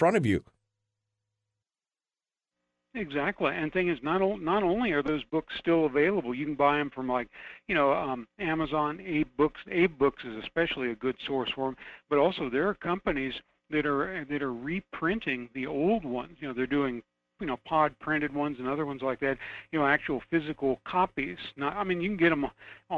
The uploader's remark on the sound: We'll also open up the phone lines and take calls from you.